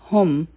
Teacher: د میم ساکن اظهار دی نو دا به مونږ ظاهروو